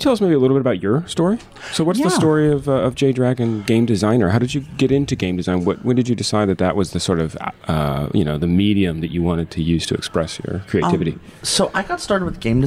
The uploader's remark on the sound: we recorded on the ground at GEN CON this past August